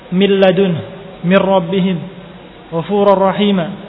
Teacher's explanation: Kemudian yang kedua, idgham kamil bila gunnah, idgham kamil secara sempurna tapi tanpa gunnah, yaitu lam dan ra